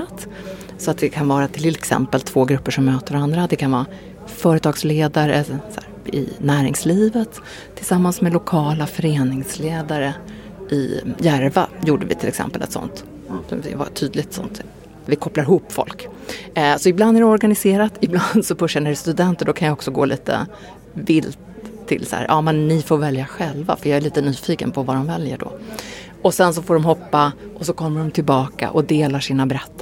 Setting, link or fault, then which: setting, busy venue